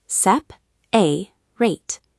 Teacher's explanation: But the middle vowel isn't nothing. It's a schwa. It's a quiet And in this word, the schwa is spelled with the letter A.